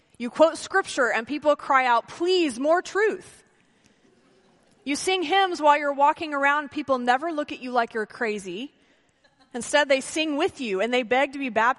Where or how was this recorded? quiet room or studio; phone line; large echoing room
large echoing room